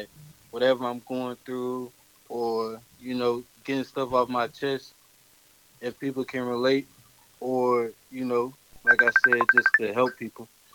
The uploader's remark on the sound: Phone interview